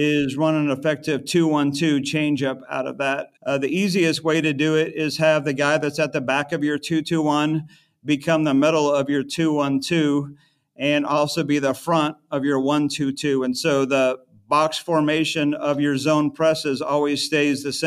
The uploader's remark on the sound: We go inside the huddle of this quick timeout